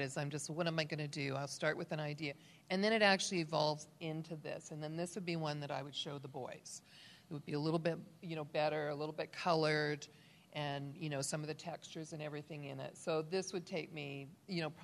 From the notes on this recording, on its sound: Please note, as this was a LIVE, on-site event with a slideshow presentation, this episode is not optimized for an audio podcast. LIVE from the Gatecon stage to take us through a slideshow.